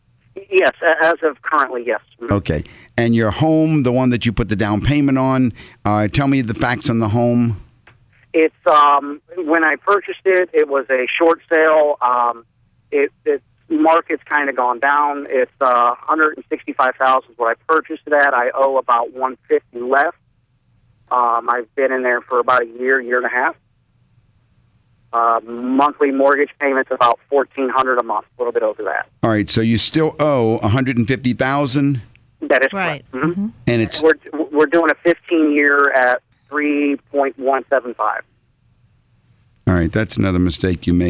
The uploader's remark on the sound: Financial planning call-in show.